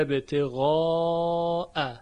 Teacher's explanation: مد ابتغاء به طول خونده میشه در روایت ورش